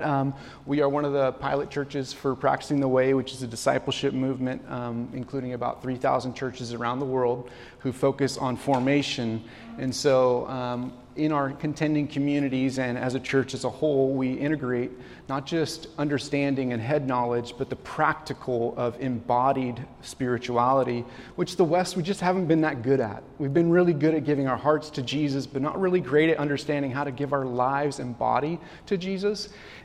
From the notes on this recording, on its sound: This message was recorded on February, 2024, at Union Ridge School in Ridgefield, Wa.